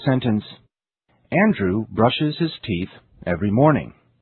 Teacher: The function word his only makes the sentence grammatically correct. So his is unstressed.